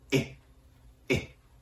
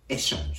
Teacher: フランス語のえの発音は日本語のカタカナ発音えよりも口を横に大きく開いて息を前に飛ばすようにええと大げさに発音してあげるところがポイントです。エションジ